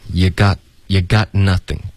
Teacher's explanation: Got 结尾需要有一个干脆的停顿